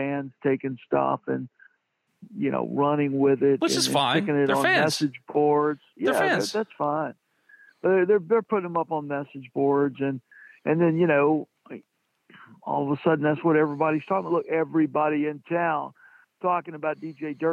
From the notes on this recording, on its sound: joins on the Modern Woodmen phone line